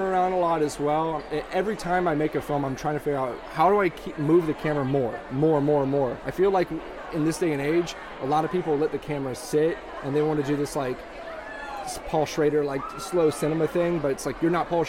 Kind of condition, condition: setting, busy venue